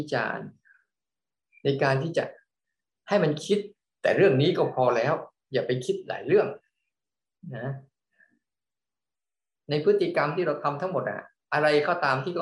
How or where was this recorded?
video call